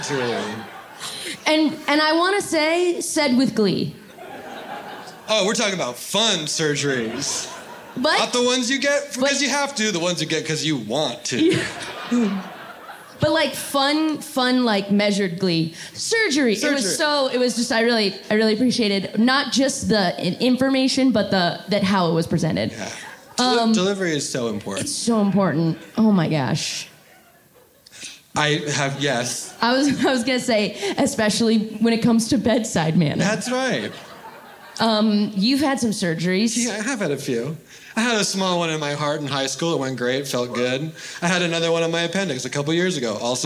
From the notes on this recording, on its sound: The following was recorded live on 9-20-2023 at the Bourbon Room in Los Angeles.